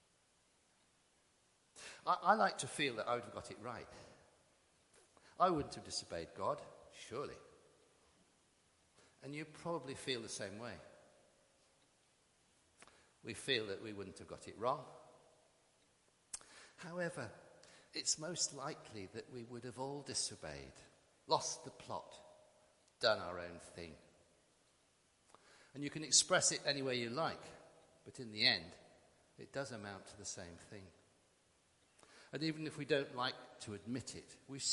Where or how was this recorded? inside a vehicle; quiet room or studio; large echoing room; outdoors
large echoing room